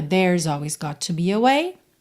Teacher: Esse there's, se você quiser, pode enrolar a língua.